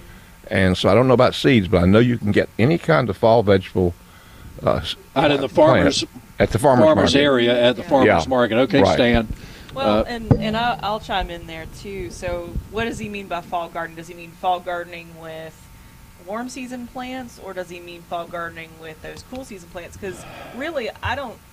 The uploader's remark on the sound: broadcasting live from Bell’s Carpet & Floors